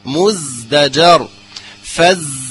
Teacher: والزاي مرققة، إذن فلا بد من ترقيقها وإظهار الصفير الذي فيها